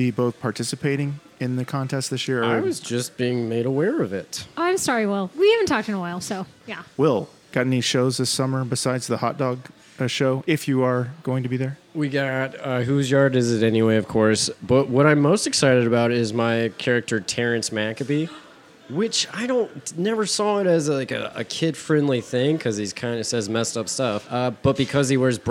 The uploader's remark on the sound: TAQUERIA LA NUEVA-WESTPORT! On Location!